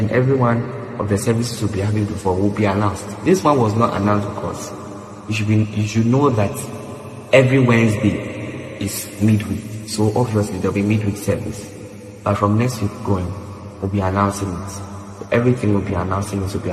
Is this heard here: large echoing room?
yes